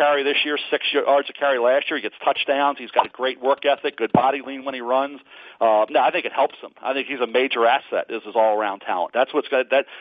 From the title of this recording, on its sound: NFL Draft Conference Call